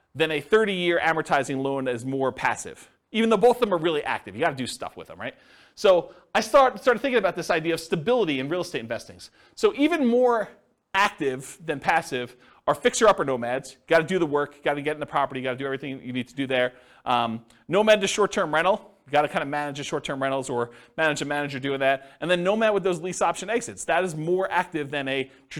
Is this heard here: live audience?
yes